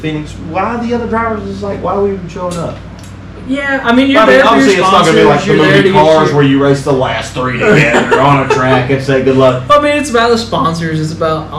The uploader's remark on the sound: Ignore the terrible sound quality